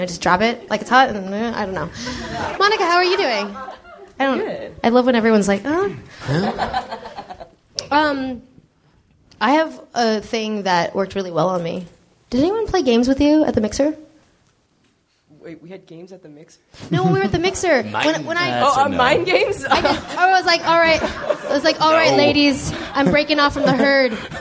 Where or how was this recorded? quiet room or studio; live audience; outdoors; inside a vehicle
live audience